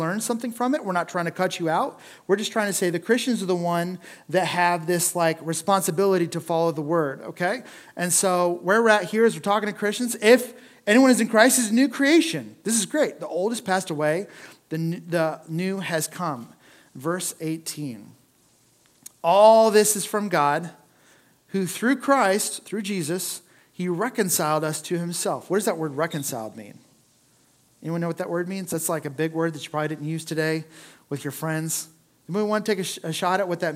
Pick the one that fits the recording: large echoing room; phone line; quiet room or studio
large echoing room